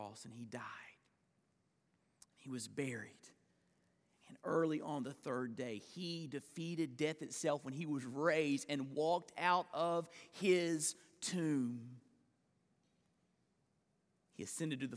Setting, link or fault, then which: setting, large echoing room